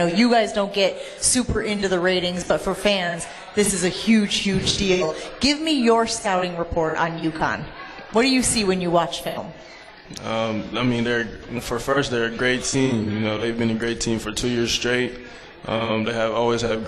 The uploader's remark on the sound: LIVE from MOTOR Bar & Restaurant